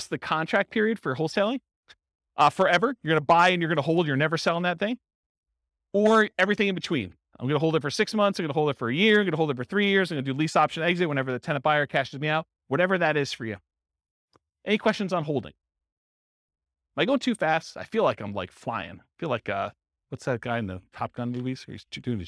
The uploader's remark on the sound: This was a live class recorded. Roanoke, Virginia. Live in-person version.